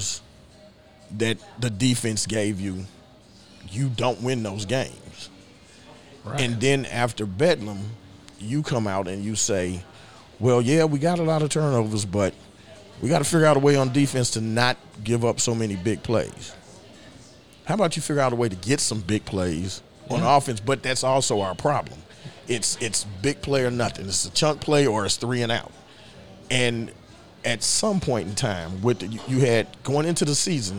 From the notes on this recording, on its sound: From Neds Starlight Lounge in Oklahoma City.